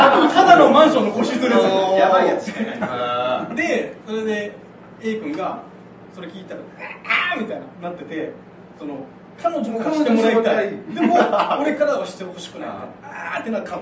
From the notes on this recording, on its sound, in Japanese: 公開収録